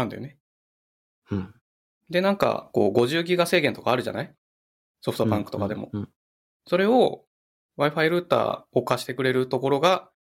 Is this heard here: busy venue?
no